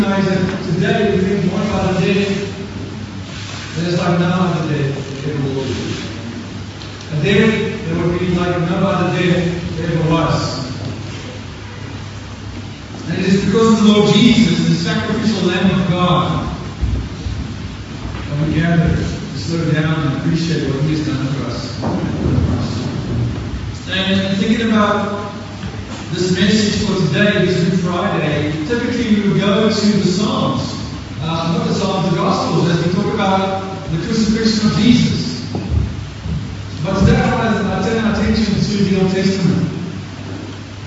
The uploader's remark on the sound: Apologies for the poor recording.